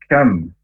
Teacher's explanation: huruf kaf makhrajnya dari pangkal lidah agak ke depan, hamas atau berdesis.